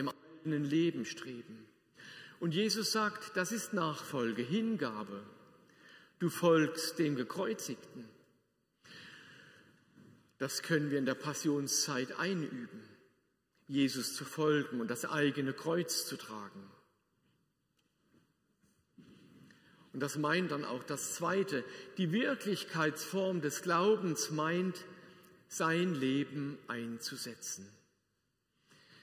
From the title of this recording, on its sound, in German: Predigt aus der Lutherkirche Plauen